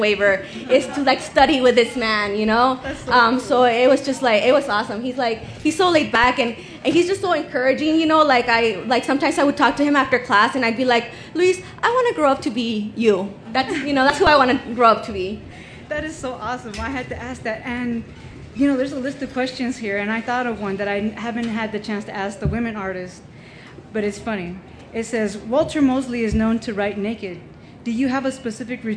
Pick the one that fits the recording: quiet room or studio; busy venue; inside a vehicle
busy venue